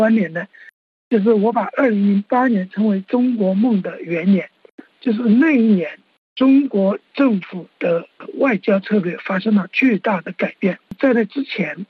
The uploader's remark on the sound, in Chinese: 现旅居德国的时评家。接受本台电话采访。